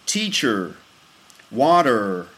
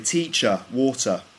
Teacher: Whereas in American English, they do. They have a rounded R sound at the end of the word. · Shown in: first take